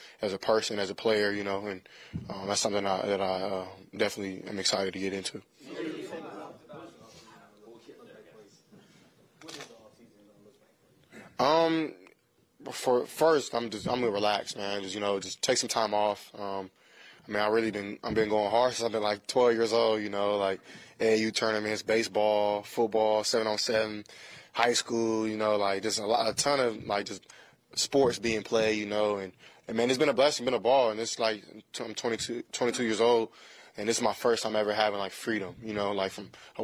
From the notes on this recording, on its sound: LIVE At NRG For His Last Presser.